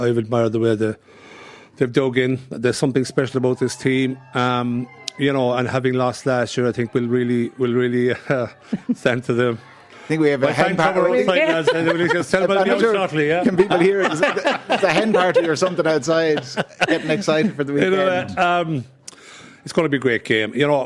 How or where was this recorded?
busy venue